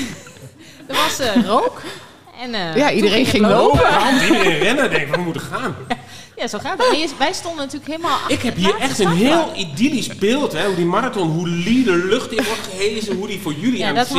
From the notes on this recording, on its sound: Live in front of a studio audience!!! Is deze aflevering opgenomen voor een live publiek bij Locatie Punt in Deventer!